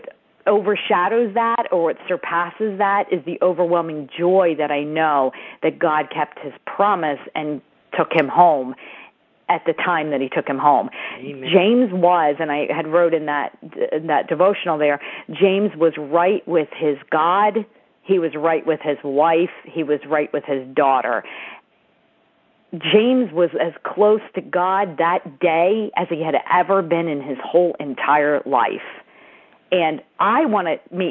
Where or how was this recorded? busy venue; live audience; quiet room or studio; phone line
phone line